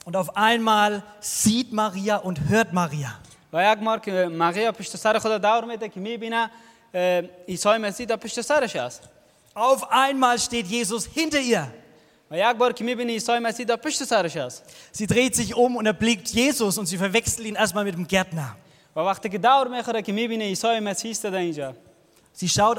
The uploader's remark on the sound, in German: aus dem internationalen Ostersonntag-Gottesdienst der Liebenzeller Mission